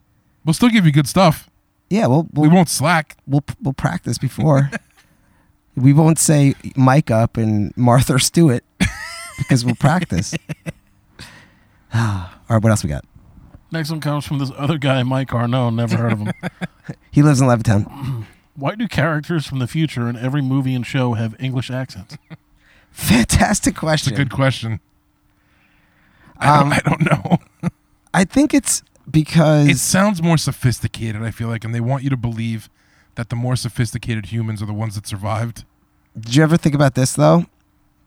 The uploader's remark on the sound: On their first ever live backyard show